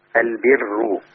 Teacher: الراء لما تبقى مضمومة وقبلها كسر حكم الراء عند ورش إيه؟ رقق